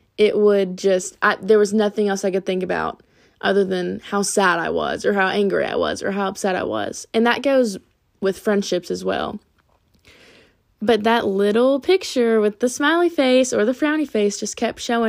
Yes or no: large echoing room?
no